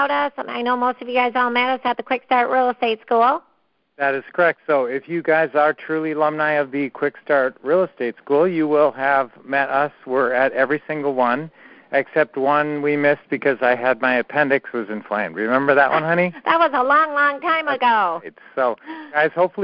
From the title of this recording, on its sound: Q&A Call